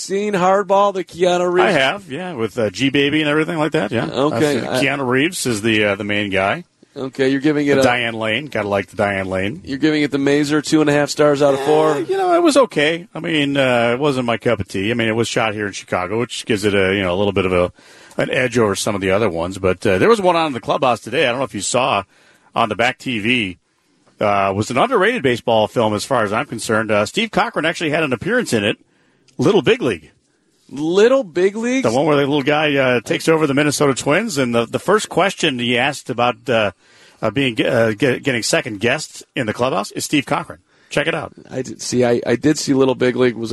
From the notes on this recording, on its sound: live from Guaranteed Rate Field